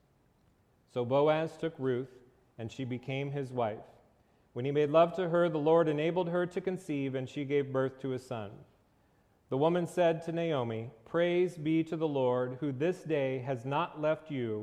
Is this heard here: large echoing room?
yes